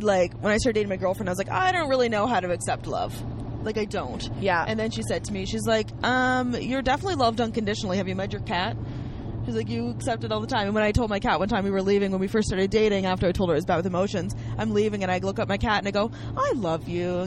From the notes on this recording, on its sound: on a car ride from Moncton to the Halifax airport